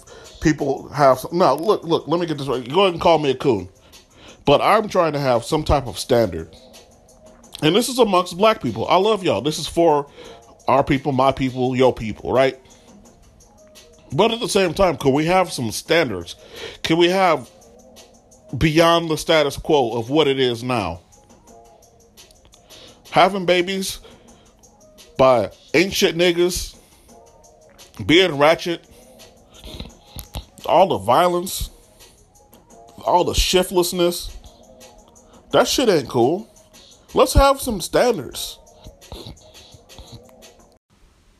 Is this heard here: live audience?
no